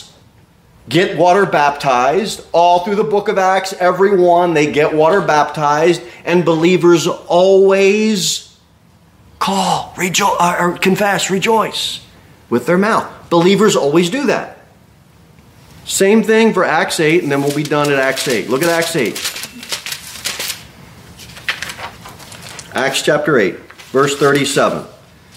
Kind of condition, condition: setting, large echoing room